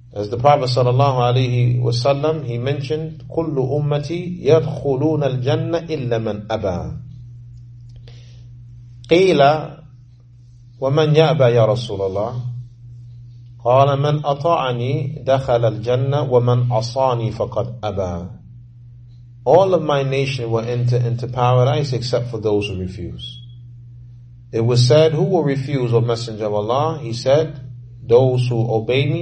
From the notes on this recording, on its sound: Lecture given at Masjid Nur Allah, Queens, NY